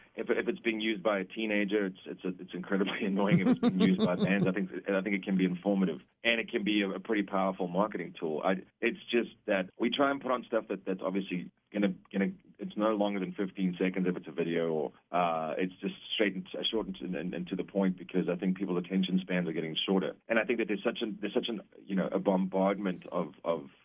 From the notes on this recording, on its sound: on the phone